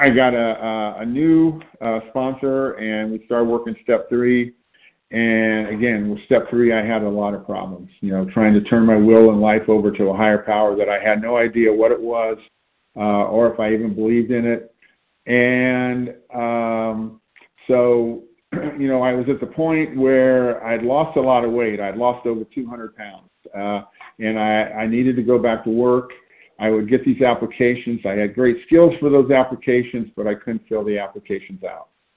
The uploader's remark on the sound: from the 100 Pounders Phone Meeting on 9/29/20